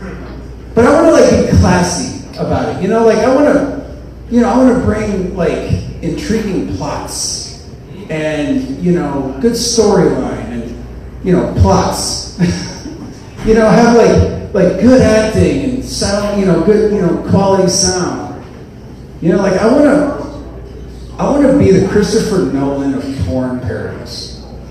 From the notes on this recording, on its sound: Here's some raw stand up material from 2 years ago that I performed in front of a very small but exceptionally gracious audience at the Bos Meadery at 849 E. Washington Ave here in Madison.